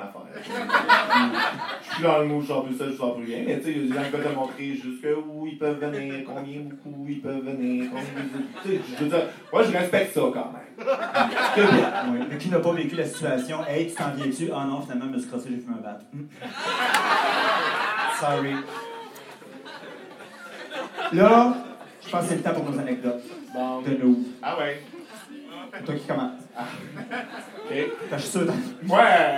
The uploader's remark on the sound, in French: Notre enregistrement live devant pubis.